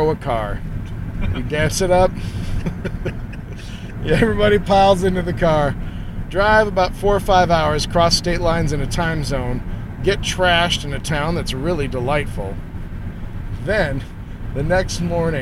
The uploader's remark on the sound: The Bloomington Krampusnacht had lots to offer the boys of Blurry Photos as they road tripped to Indiana for some on-the-go reporting. The audio, much like the conversation, is questionable. There’s live reporting from the front lines of the parade.